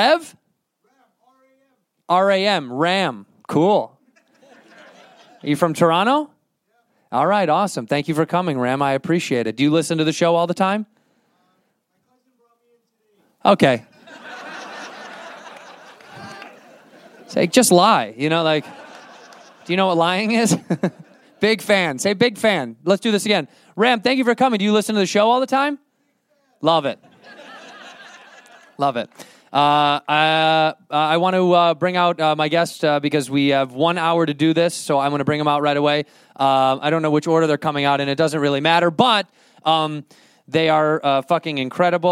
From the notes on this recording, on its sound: Live in Toronto at JFL42. To a live audience.